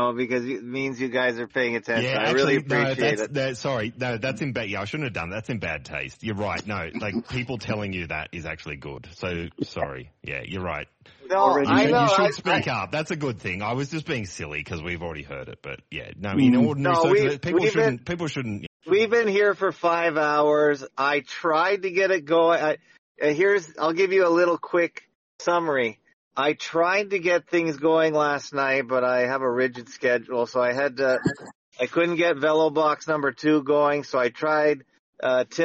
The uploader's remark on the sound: Part 1/2 of a marathon audio call